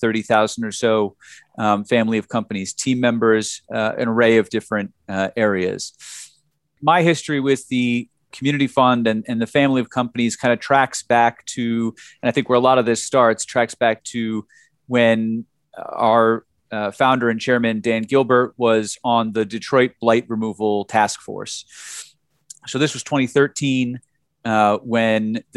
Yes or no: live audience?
no